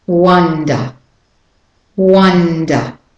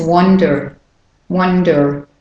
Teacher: So for Australian and British English, it's up, the short up · Shown in: first take